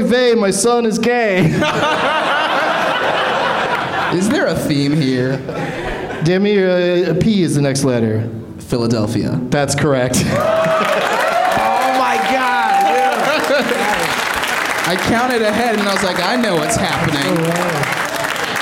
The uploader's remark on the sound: Live from the UCB Sunset